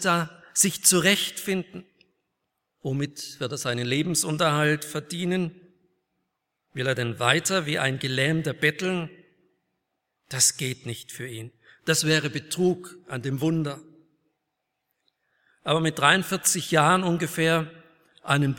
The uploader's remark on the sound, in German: aus dem Gottesdienst der Liebenzeller Mission